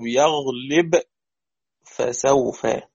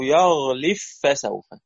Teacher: بإدغام الباء في الفاء · Shown in: second take